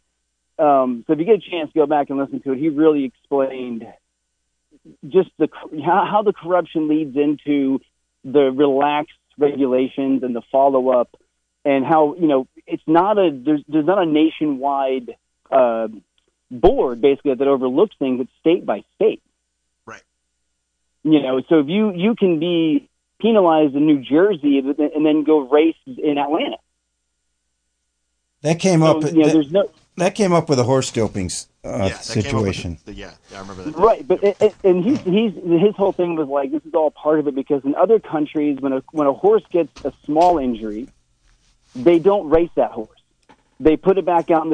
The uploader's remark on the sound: an hour of community call ins